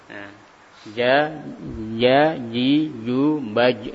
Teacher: tengah-tengah lidah kita naik membentur langit-langitnya dengan benturan yang kuat tadi menghasilkan huruf jim yang tidak mengalir aliran nafasnya